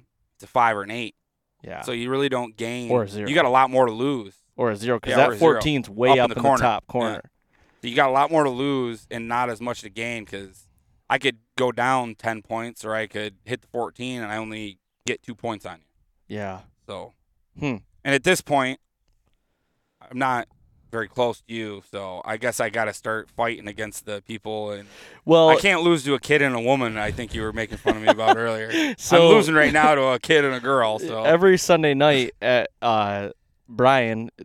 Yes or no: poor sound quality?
no